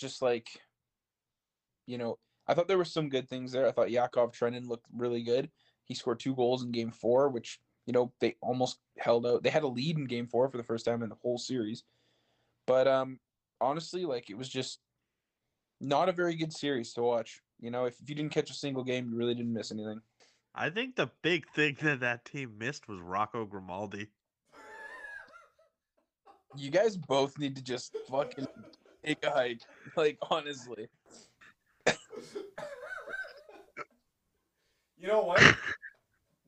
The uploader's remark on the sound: If you listen closely you may even hear us as we try and record a podcast from three different parts of BC! Sorry for the technical difficulties this week.